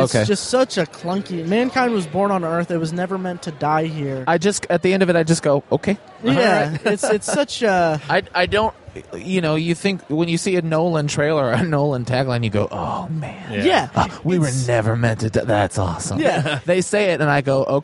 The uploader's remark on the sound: Live at Indy PopCon 2014. Recorded live from our booth at Indy PopCon! We had some down time at Indy PopCon on Sunday.